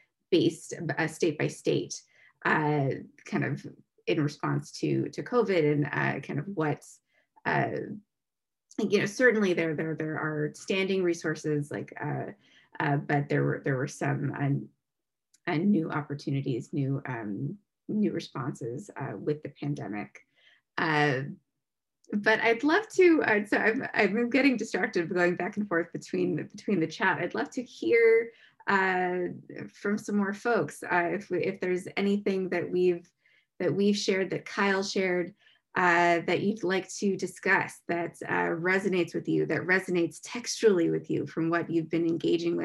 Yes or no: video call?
yes